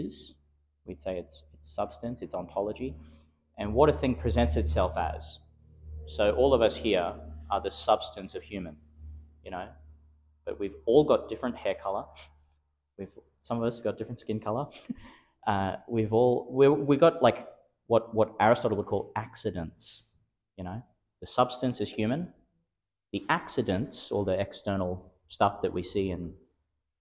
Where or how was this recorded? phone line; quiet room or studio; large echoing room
large echoing room